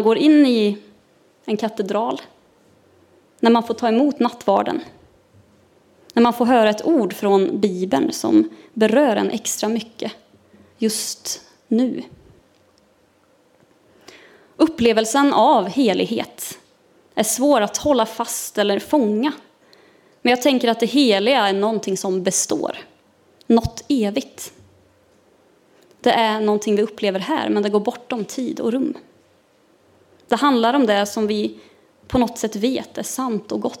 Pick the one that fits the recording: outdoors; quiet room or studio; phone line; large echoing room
large echoing room